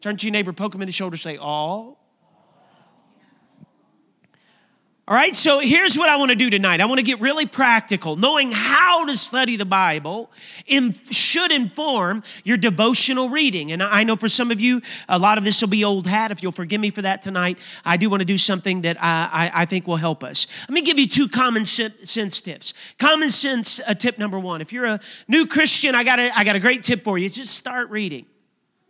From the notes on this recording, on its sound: a service recording from Connect Point UPC